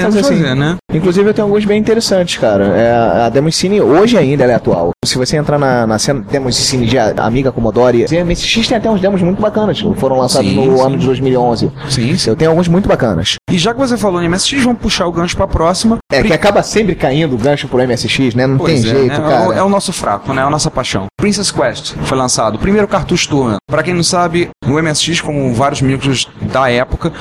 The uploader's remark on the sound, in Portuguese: Direto da MSX Jaú (e não conseguimos acertar o som, pedimos desculpas). Seção de notícias gravadas na Campus Party 2012. Músicas de fundo: Músicas variadas de MSX.